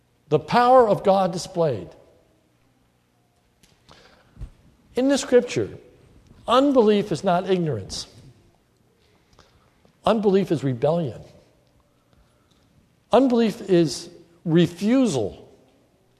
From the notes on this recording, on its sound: This sermon was recorded at the Lebanon Bible Fellowship Church in Lebanon, PA during the morning service